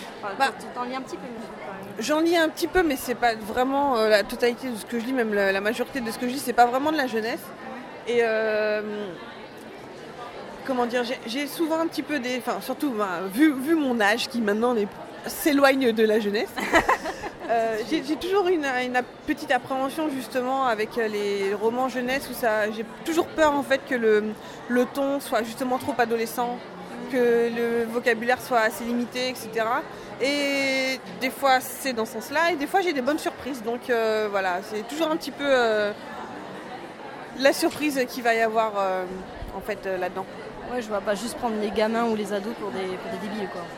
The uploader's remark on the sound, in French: Au Salon du Livre et de la Presse Jeunesse de Montreuil. Effectuant une interview pour la 1ère fois avec un micro tout neuf, mon son est parfois faible mais pas celui de l'interviewée.